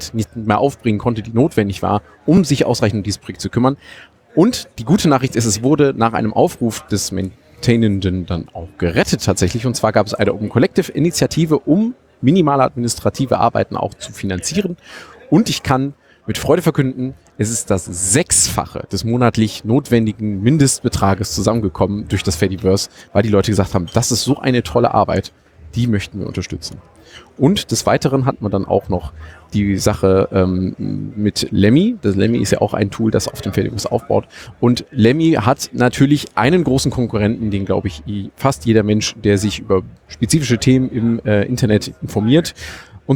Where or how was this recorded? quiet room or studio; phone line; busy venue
busy venue